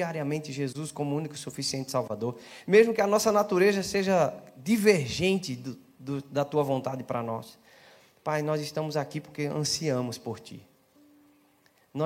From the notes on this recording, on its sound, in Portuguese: Celebração ao vivo